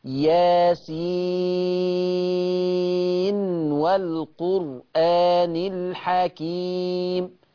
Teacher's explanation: شفت النون لما جت جنب الواو نطقتها ما أضغمتهاش · Term: الإظهار وصلا